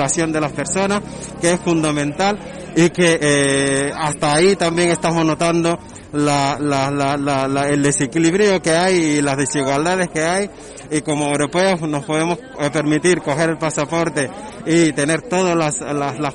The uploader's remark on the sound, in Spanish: Estuvimos en directo desde El Puente de las Bolas en la capital de Arrecife apoyando la concentración contra el racismo en Lanzarote convocada por el grupo Antifacista de Canarias.